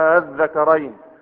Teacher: إبدال الهمزة الثانية حرف مد من جنس حركة ما قبلها، وطبعا قبلها مفتوح فتبدلها ألفا الذكرين، ولأن الحرف الذي بعدها مشدد، ها، فيصبح من قبيل المد اللازم، يصبح من قبيل المد اللازم. · Term: الإبدال